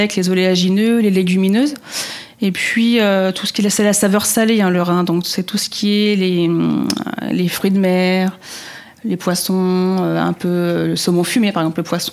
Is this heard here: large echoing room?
no